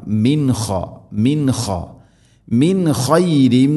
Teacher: സുക്കൂനുള്ള നൂനിന് ശേഷം ഖ, ഇദ്ഹാർ, വെളിവാക്കി ഉച്ചരിക്കണം.